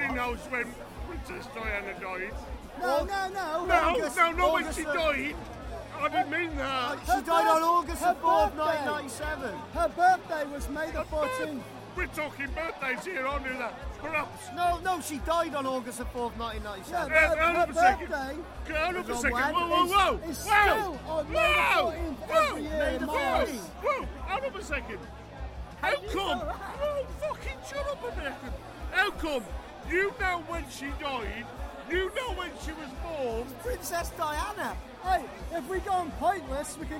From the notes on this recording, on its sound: a jam packed Rebellion in Manchester, a very drunk, bald, bearded fool is walking around with a voice recorder in his hand.